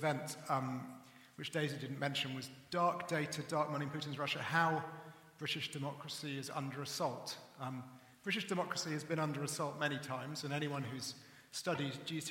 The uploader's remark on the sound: Recorded at The Emmanuel Centre in London in September 2018.